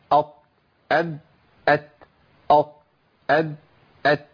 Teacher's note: طرف اللسان مع اصول الثنايا العليا · Term: مخرج طرف اللسان